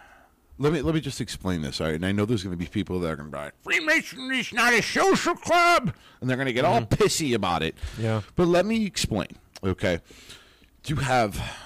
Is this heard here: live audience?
no